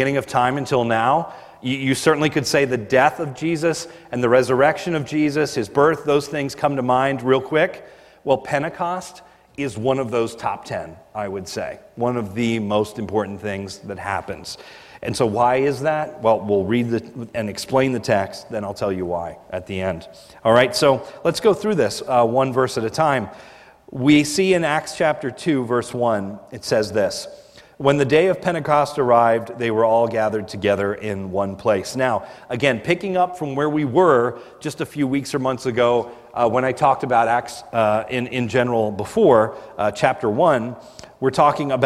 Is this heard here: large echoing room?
yes